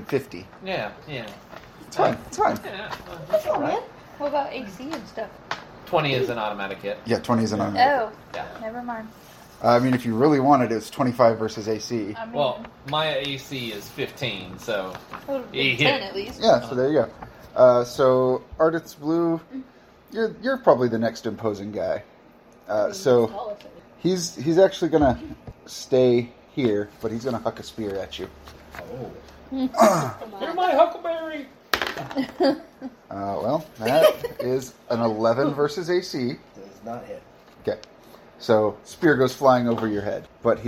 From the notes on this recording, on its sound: Since it was recorded on a cell phone sitting out in the open on a dining room table. Please excuse the audio quality(as we don't have an official recording setup just yet). Something like 30 minutes was edited out of the raw recording.